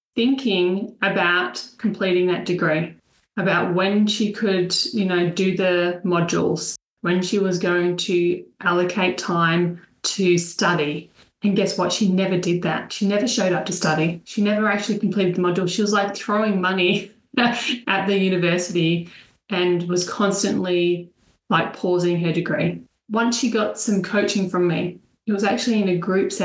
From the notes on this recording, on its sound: An inside listen to the latest Webinar. This recording is the audio extractred from the webinar.